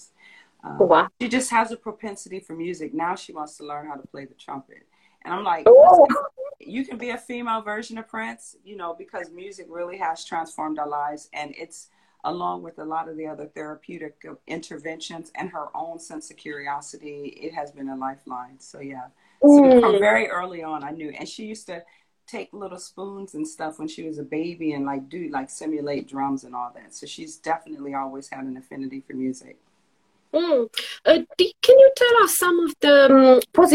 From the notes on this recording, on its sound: originally from an Instagram Live on Sing Create Play